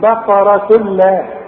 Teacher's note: ادغام كامل بدون غنه